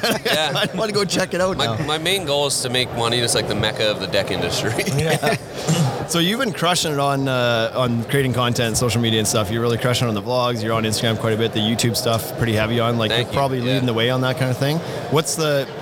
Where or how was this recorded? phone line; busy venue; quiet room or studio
busy venue